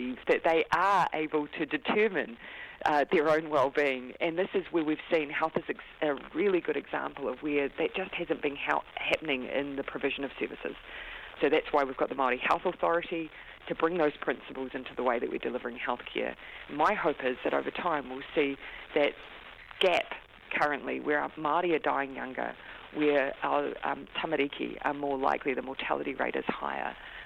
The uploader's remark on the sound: The Prime Minister phones up for a chat.